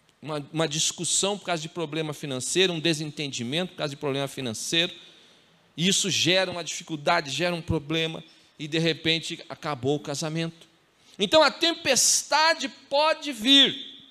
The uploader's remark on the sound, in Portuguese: em nosso Culto de Celebração onde estamos trabalhando como tema o Mês da Família, dia 06/09/2020 na Igreja ABA Curitiba (Transmitido ao vivo)